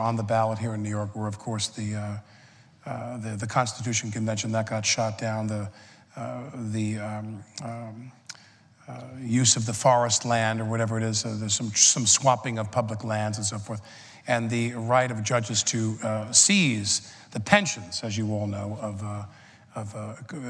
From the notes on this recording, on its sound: The conversation was recorded at 92nd Street Y.